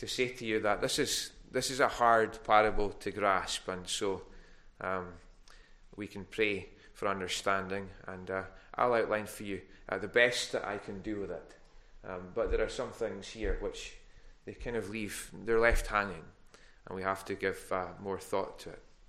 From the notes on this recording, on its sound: Recorded at North Harris Free Church on Sunday morning 7th November 2021.